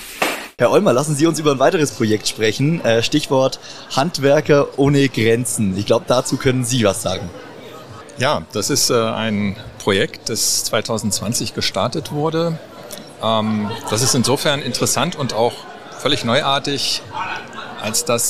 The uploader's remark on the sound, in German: Das Interview wurde im Rahmen des Live-Events Zukunft Handwerk aufgezeichnet.